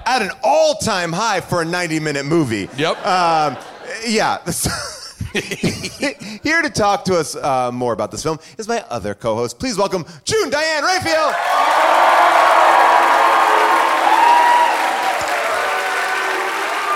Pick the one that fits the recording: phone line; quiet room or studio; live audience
live audience